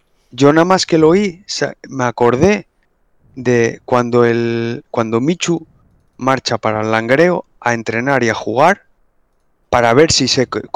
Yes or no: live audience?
no